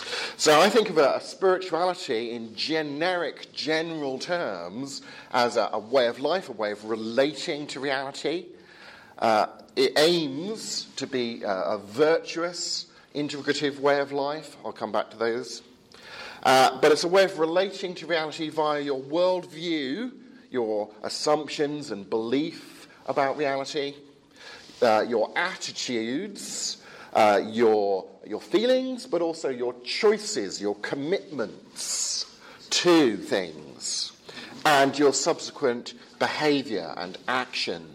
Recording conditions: large echoing room